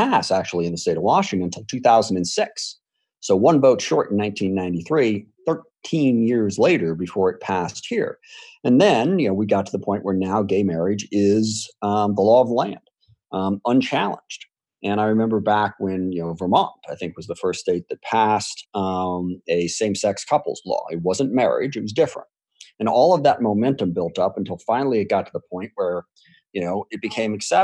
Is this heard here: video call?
yes